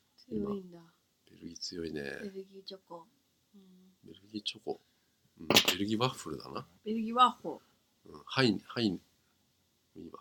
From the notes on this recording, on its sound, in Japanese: 今回録音をミスって音が悪いですごめんなさい！